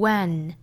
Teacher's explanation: 这个发音其实不像我们汉语里面那个问问题的那个问的那个 a 的音，其实口型还要更大一些